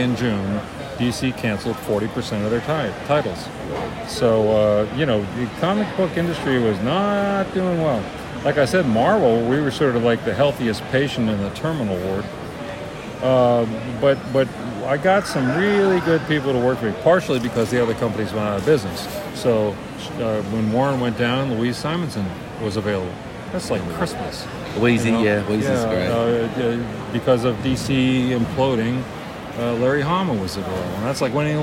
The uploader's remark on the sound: Live from Terrificon in New York